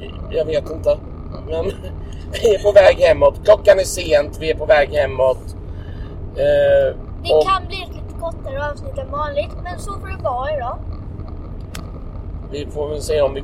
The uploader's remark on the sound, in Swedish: Det blev istället en väldigt dålig inspelning utan någon som helst röd tråd.